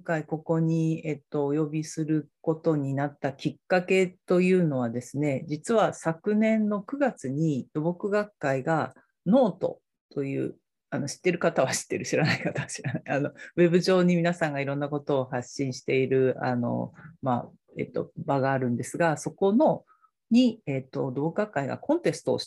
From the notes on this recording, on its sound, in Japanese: 収録場所： オンライン (Zoom)